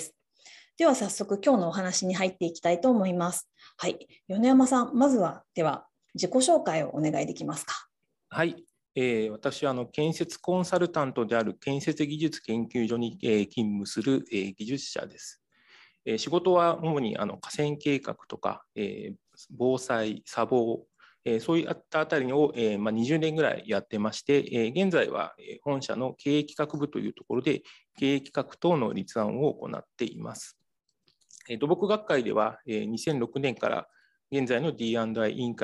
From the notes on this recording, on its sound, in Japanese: 収録場所： オンライン (Zoom)